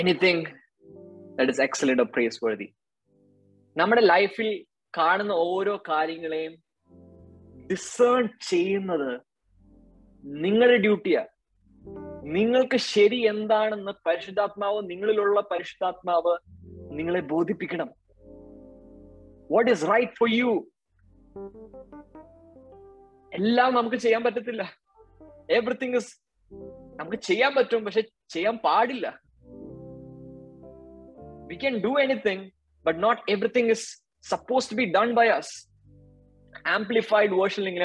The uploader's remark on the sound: Zoom Meeting